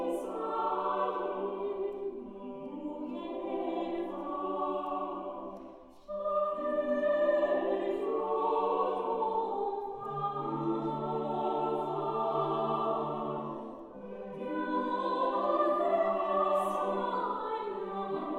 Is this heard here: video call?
no